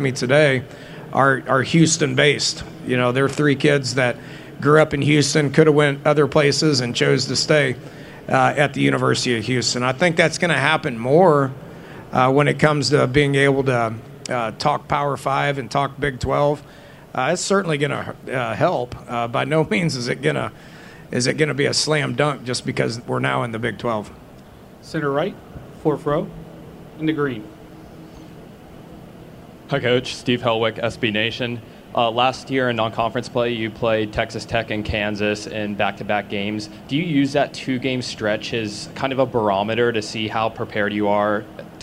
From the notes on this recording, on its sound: press conference at Big 12 Football Media Days